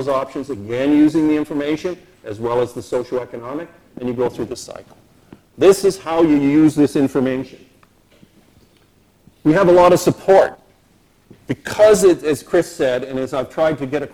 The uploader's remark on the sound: speaking at the launch of the 2009 UK Climate Projections in Oxford